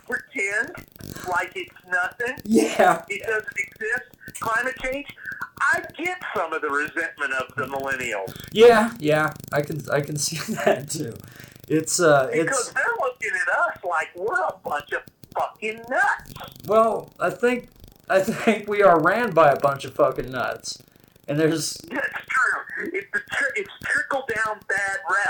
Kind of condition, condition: fault, poor sound quality